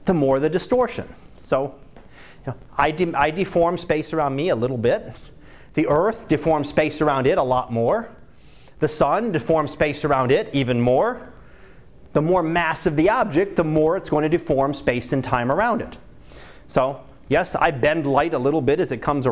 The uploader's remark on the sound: Live Class Lecture